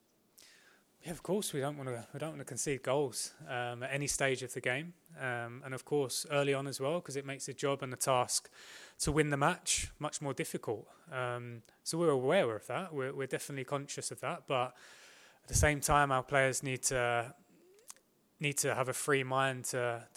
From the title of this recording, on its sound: PRESS CONFERENCE